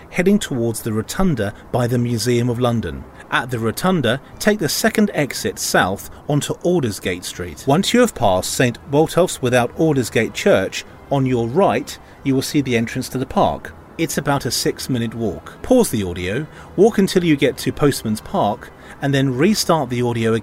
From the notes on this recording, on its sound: audio walk around London